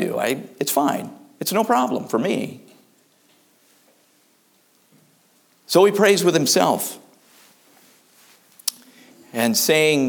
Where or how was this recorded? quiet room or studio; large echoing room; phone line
large echoing room